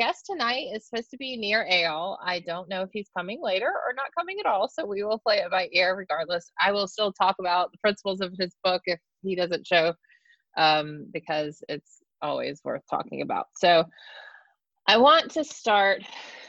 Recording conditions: video call